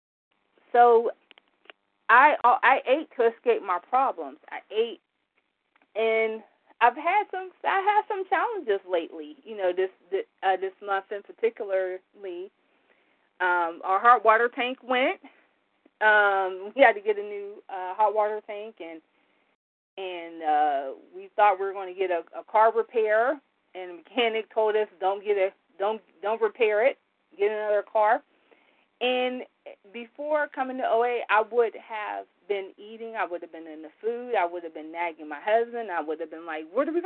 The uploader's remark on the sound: from the 100 Pounders Phone Meeting